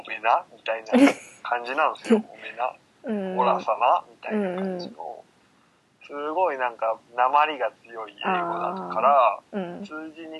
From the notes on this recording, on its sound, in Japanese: それと反比例するように音質は下がっています！